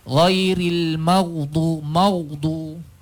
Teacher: Ma itu kan hurufnya adalah nipis. Maksudnya sebutan dia tu, mim tu kena nipis. Jangan disebabkan gha yang mati itu kita terikut-ikut untuk menebalkan huruf tersebut.